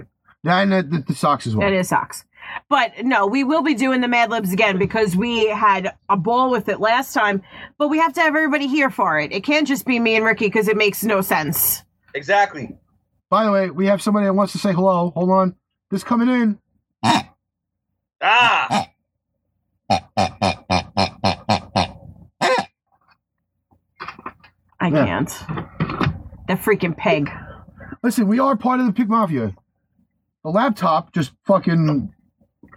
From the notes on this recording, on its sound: WITH IMPENDING BAD WEATHER; THE CREW IS SPLIT UP. THEY STILL DO THE SHOW VIA SKYPE.